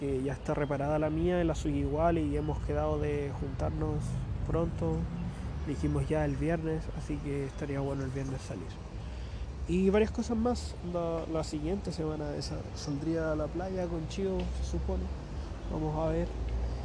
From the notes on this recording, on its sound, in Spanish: En plaza Viña esperando a juntarme con amigos, aprovecho de grabar el podcast de hoy.